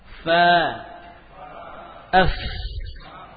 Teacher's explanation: Dari bibir bawah dengan gigi seri atas. Bibir bawah bagian dalam dengan gigi seri atas.